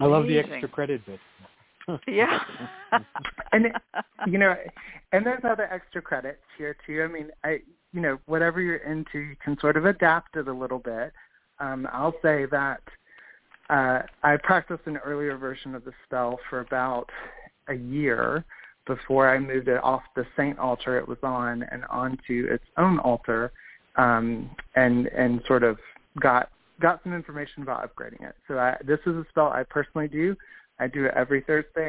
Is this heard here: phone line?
yes